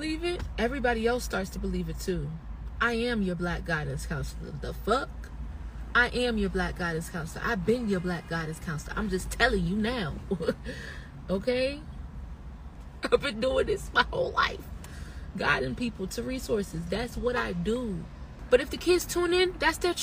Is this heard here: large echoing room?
no